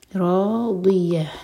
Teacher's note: زبان کی ٹپ نہیں یوز کریں گے ورنہ دال کا ساؤنڈ آئے گا. زبان کی سائڈ سے پڑھیں روضیہ.